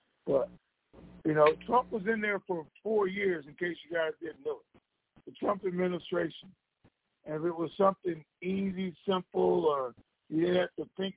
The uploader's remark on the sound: Conference Call